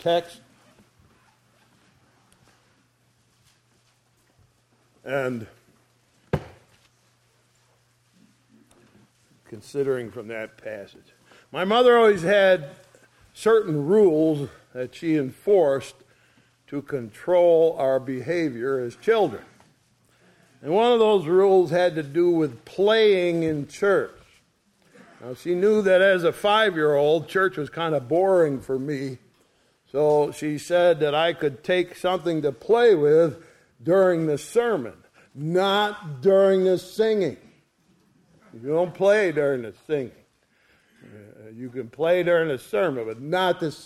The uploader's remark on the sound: Sunday Morning Service recorded on 02/26/2023